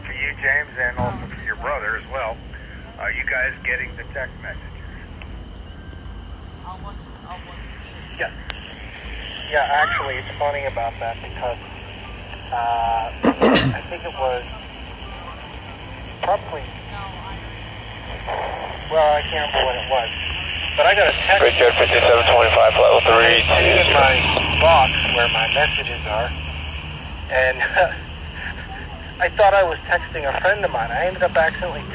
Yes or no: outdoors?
yes